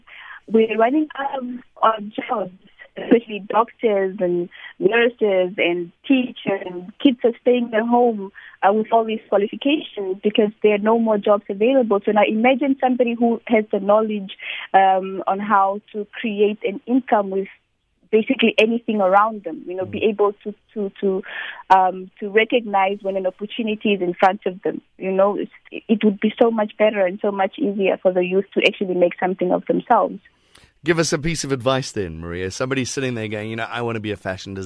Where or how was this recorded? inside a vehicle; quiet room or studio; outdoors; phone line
phone line